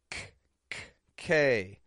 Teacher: Made in the back of the mouth, the back of the tongue rises up, touches the soft palate, builds up air, and then bursts it out. · Term: voiceless stop consonants